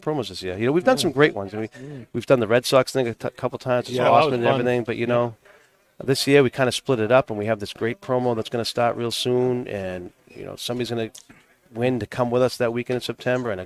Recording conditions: busy venue